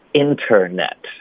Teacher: 美式发音中如果你有一个 N 的音连到一个 T 的音，后面再带一个元音呢，这个 T 的音会彻底消失，连一个干脆停顿都不需要